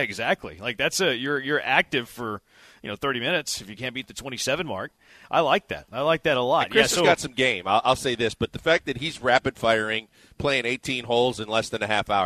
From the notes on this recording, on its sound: LIVE from X-Golf in Katy!